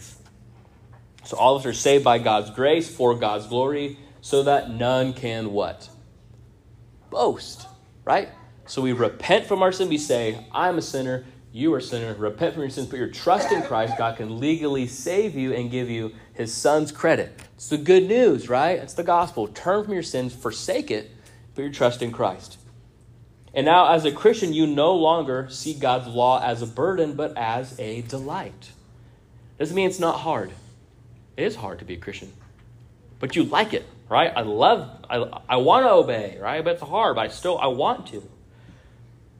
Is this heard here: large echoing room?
yes